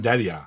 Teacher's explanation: Das R... wird gar nicht so stark betont. Es wird halt gerollt.